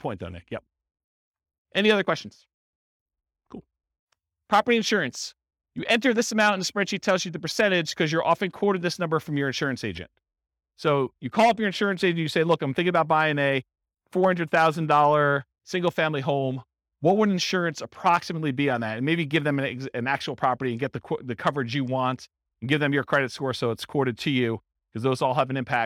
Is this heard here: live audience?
yes